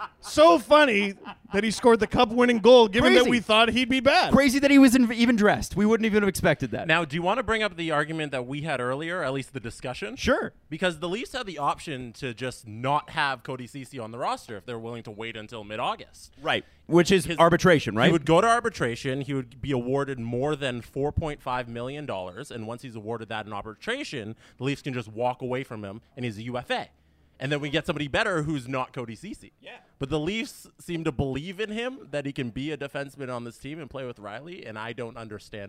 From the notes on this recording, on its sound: Live from Old Flame Brewery in Port Perry! Have a Q&A with the audience.